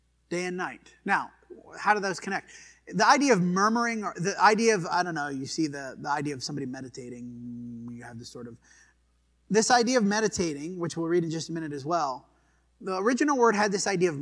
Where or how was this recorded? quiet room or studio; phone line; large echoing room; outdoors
large echoing room